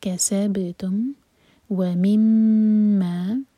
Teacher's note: میم پر جو شدہ ہے وہاں پر غنہ، دو سیکنڈس کا ٹائم، میم کو ہولڈ کریں گے